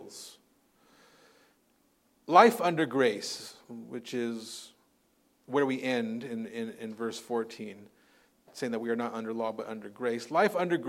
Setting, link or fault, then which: setting, large echoing room